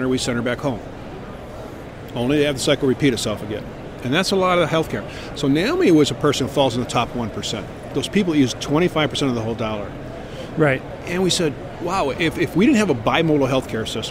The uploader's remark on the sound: Our LIVE from ATA 2016 broadcast series from the Care Innovations booth